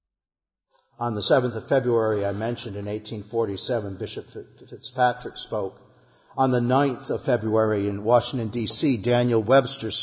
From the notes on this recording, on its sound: Our worship service at the Old First Church in Bennington, Vermont, March 15, 2021